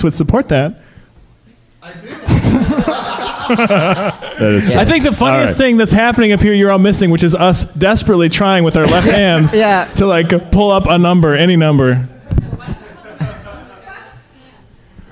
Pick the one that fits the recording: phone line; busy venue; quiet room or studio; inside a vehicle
busy venue